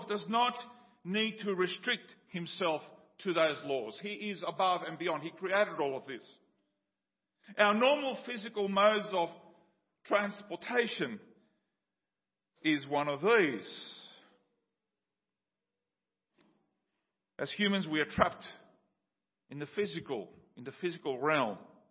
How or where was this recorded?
large echoing room